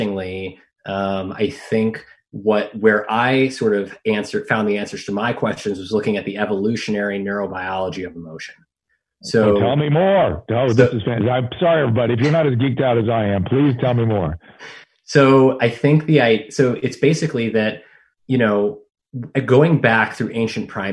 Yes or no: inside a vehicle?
no